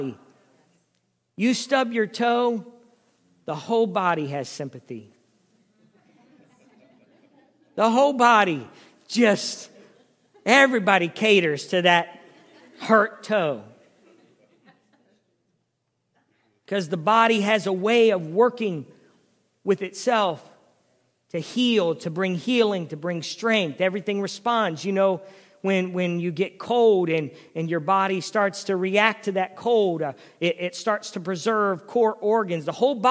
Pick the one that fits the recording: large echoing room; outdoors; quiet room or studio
large echoing room